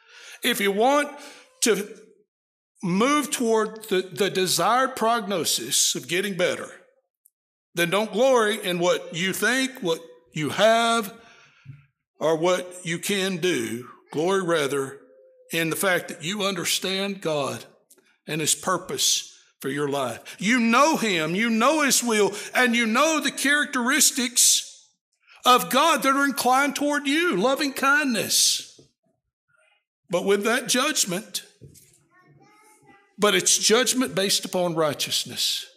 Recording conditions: large echoing room